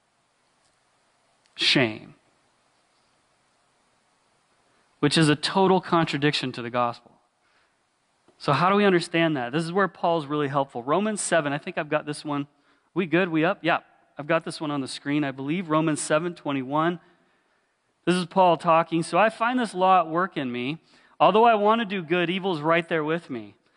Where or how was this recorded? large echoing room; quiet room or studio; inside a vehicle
large echoing room